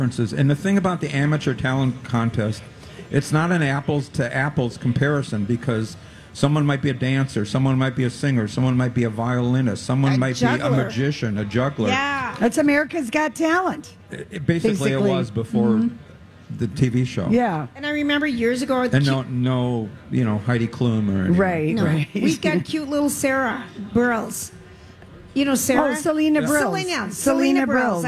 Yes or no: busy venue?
yes